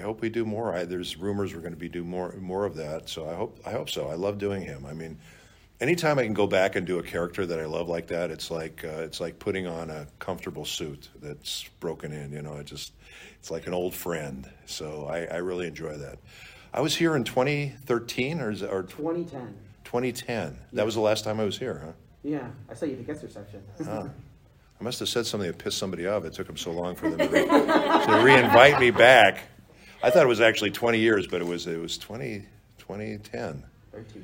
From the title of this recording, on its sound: roundtable - Sakura-Con 2023